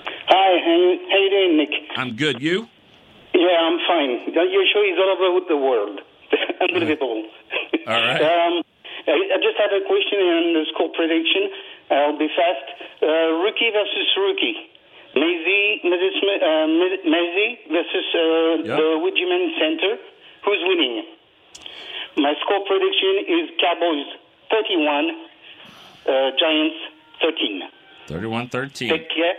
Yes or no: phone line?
yes